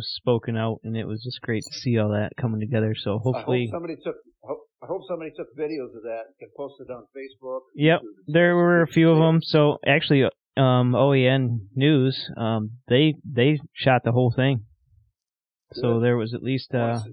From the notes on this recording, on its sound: I apologize for some audio issues we had with this episode due to being remote.